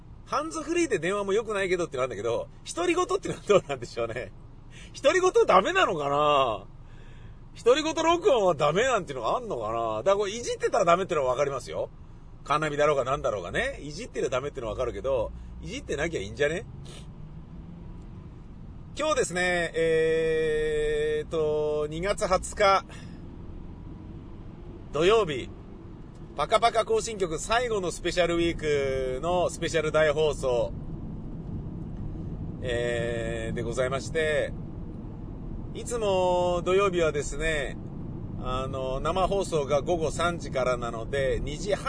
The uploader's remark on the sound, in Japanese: 雨だったので、車で放送局に向かい車で自宅へ戻りました。その道中で車の中でぶつぶつ喋っております。